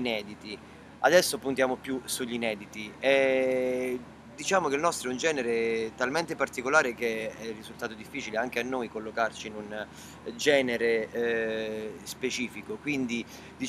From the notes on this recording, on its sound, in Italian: Intervista sul palco del concerto di Avellino